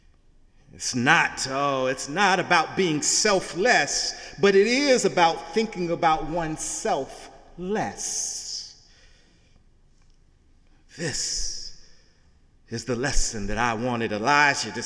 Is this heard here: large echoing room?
yes